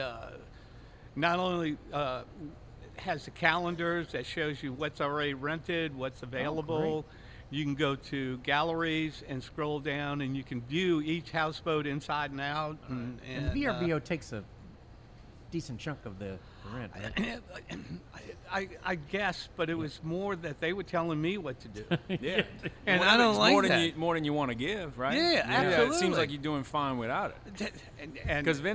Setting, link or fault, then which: setting, busy venue